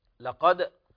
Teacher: إخراج القاف من أقصى اللسان من فوق، يقول أقصى اللسان فوق، القاف أقصى اللسان فوق، يعني تخرج من أقصى اللسان أي أبعده مما يلي الحلق.